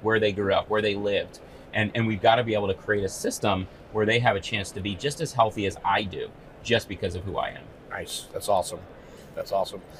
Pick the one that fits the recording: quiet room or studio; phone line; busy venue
busy venue